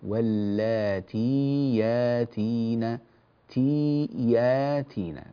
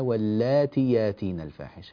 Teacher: حرف الياء واللاتي تي، هذه ياء هنا جاءت بعد التاء، وبعد هذه الياء ياء أخرى مفتوحة واللاتي ياتين تي ياتين، فأثبت الياء الأولى لا تحذفها كما قرأت · Shown in: first take